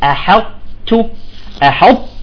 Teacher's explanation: ونرقق الحاء ونستعلي ونطبق بالطاء ثم نخرج بالتاء بهمس بسيط. تمام لأن تمام لأن الطاء قوية ما بتأكل التاء في إدغام متجانس ولكن تاء حرف ضعيف لا يأكل الطاء.